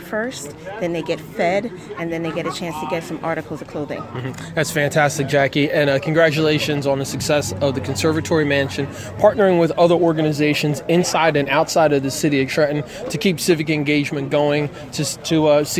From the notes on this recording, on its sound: during the Leave 99 Ministry monthly event at the Conservatory Mansion in Trenton NJ